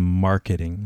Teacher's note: the last part, the ting, is going to use a soft T. So it's more like a hard D sound.